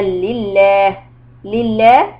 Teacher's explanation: There is no alif in between. But that كسرة on the lam makes the second lam the middle lam in the word لله to be soft.